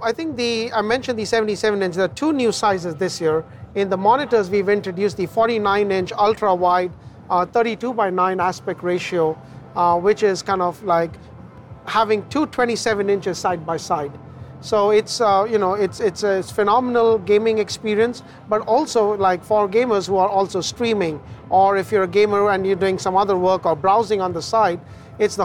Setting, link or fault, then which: setting, busy venue